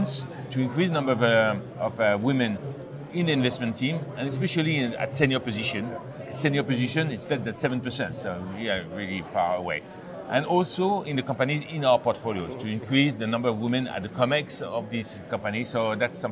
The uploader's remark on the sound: our interviews at international private equity conference Ipem 2020, held in Cannes